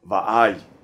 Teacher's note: a glottal stop separating the sounds va and I for va'ai